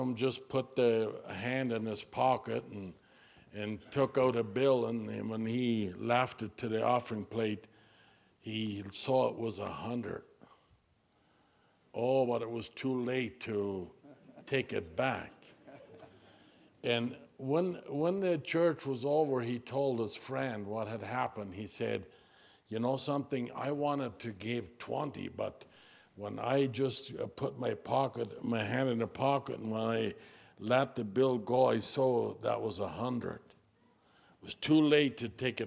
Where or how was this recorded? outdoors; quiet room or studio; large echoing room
large echoing room